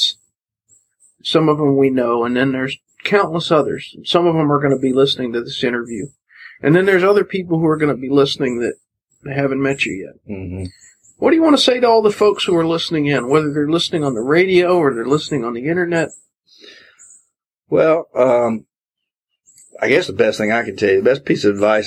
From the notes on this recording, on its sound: This interview was recorded outside a few years back and was then broadcast on FM radio.